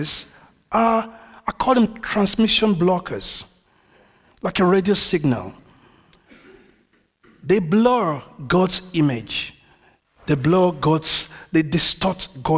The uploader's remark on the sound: This audio was recorded at our venue in Great Denham.